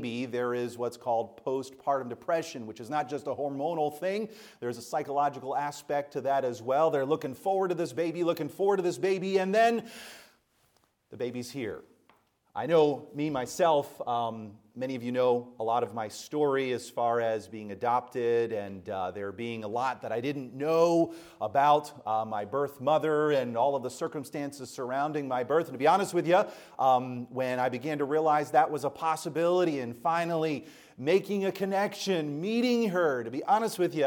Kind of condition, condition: setting, large echoing room